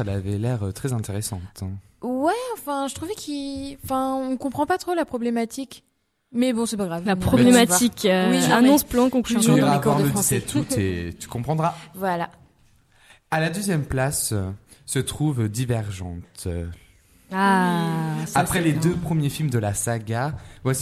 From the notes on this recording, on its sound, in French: Chronique diffusée en direct pendant l'événement Radio2B On Air.